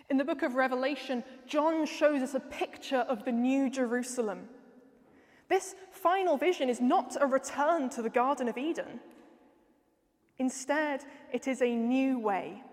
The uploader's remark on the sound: Features talks from the final of the Theology Slam 2022, which took place on 27 September in St Edmund Roundhay, in Leeds, as part of the HeartEdge conference “Humbler Church, Bigger God”.